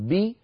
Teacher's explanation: يجري داخل الفم هو ارتفاع لوسط اللسان. بي عند بعد أن أنطق الباء من الشفتين بي يتلوها ويصاحبها ويتلوها مباشرة ارتفاع لوسط اللسان · Term: حرفا مكسورا